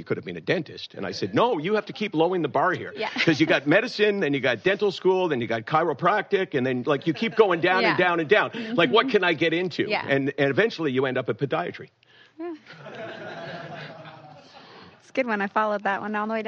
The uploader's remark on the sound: Live recording at Fireside Conference.